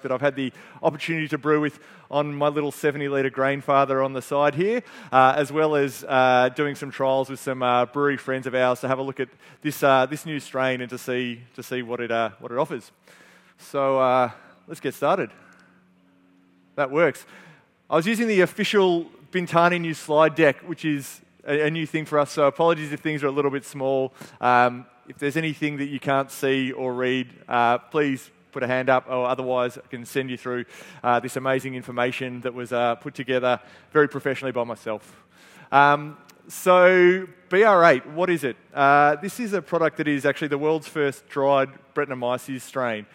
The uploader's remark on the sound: This is a Brewery Pro podcast that was recorded at the Bintani Trade Day in February 2023.